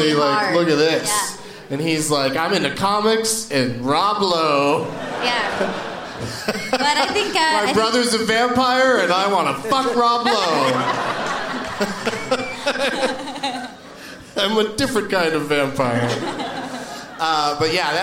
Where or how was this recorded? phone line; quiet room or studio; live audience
live audience